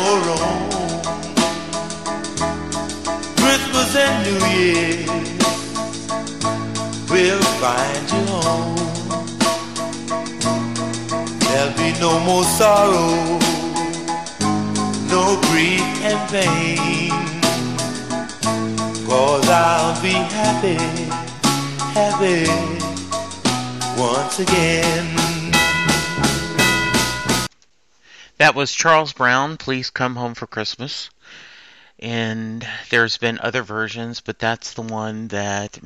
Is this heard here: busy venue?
no